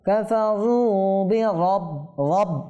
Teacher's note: দেখেন কাফারু র মোটা হবে